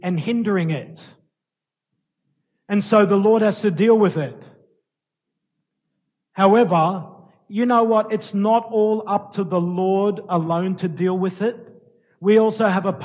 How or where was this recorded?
large echoing room